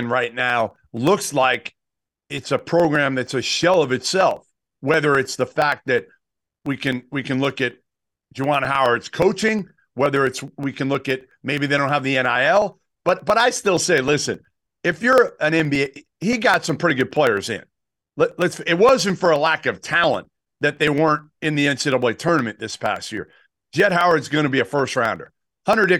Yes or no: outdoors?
no